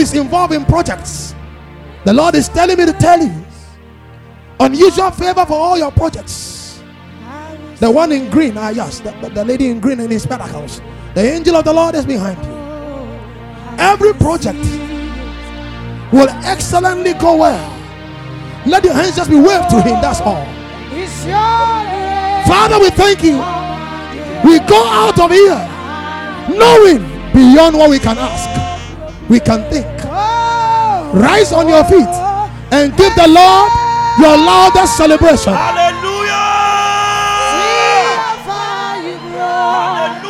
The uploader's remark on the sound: Preached at Day One of the Youth Camp 2023, Global Prayer and Retreat Centre, Weija